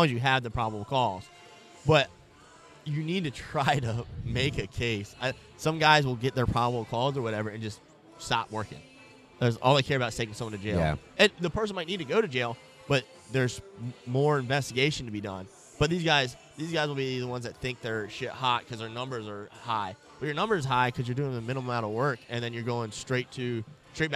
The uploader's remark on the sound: take a break from vending at the Refracted Wolf Apparel booth